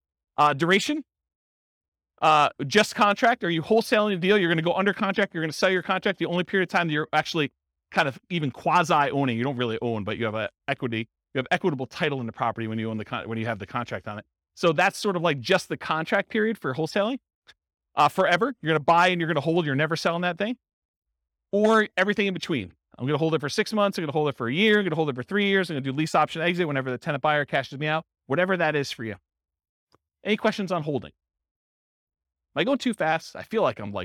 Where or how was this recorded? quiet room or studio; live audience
live audience